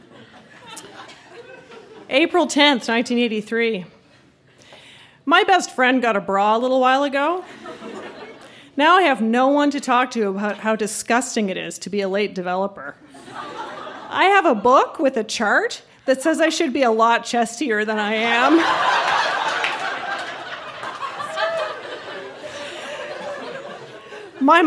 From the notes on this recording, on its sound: Recorded live at The Company House in Halifax, NS.